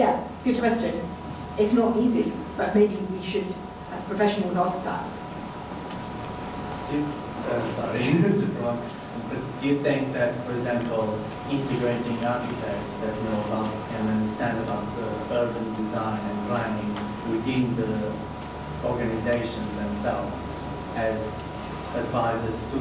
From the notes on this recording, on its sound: The lecture delivered at the Royal Institute of British Architects